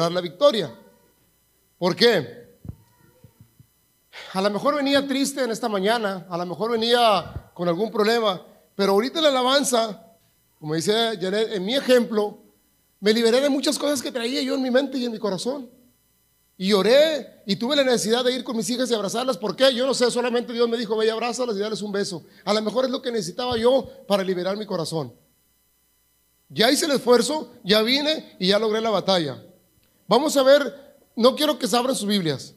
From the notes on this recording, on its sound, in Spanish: grabado en Iglesia La Casa Del Alfarero en Edinburg, TX